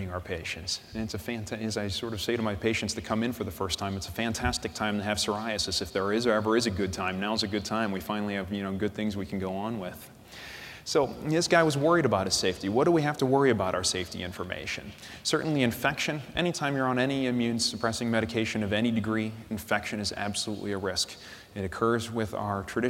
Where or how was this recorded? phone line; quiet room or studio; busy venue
busy venue